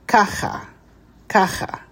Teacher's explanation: the accent happens to be on the first syllable